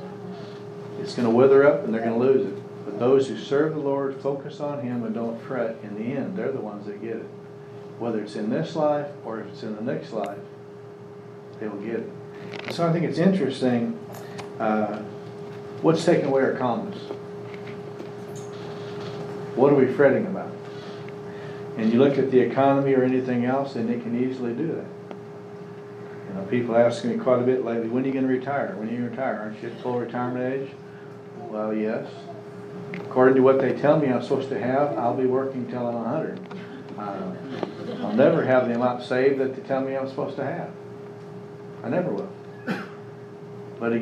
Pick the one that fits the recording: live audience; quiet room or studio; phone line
live audience